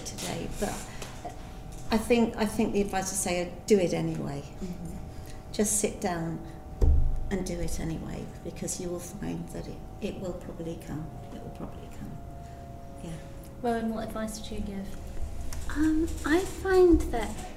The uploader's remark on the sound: This podcast was recorded at an event for International Women's Day.